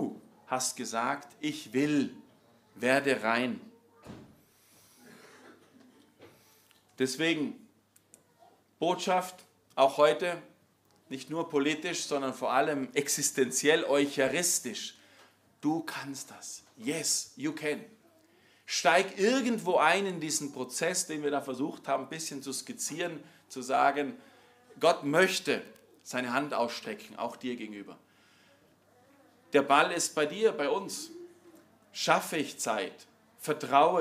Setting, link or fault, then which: setting, large echoing room